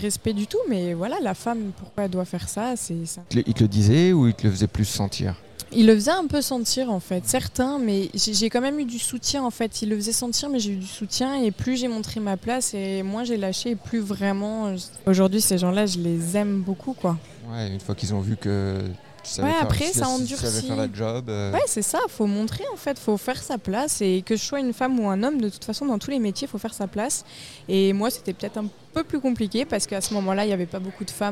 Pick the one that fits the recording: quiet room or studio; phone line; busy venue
busy venue